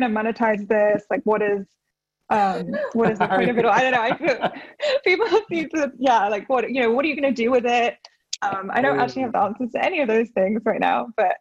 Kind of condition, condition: link, video call